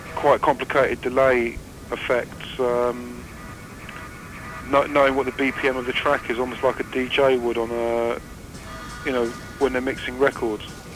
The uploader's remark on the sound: Phone interview. KPFA.